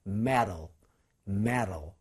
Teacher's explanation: 강세가 없는 모음 앞에 T 사운드가 오면 리을로 바뀌어요. 그래서 metal, metal 이렇게 되죠.